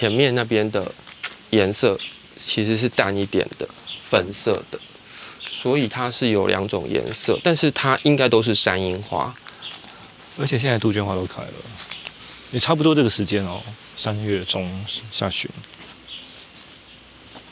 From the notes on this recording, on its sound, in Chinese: 這一集是戶外，地點是瑞芳和九份。在風光明媚的山路裡邊走邊聊。節目中能聽到收錄進來的環境音，有風聲、水聲、鳥叫聲和觀光客的腳步及說話聲。